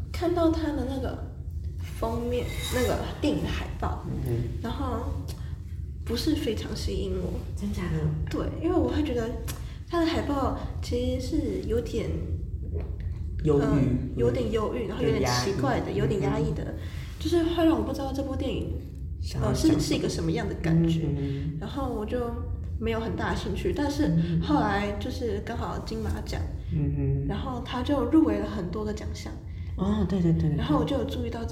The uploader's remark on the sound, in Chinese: 回音較大，請見諒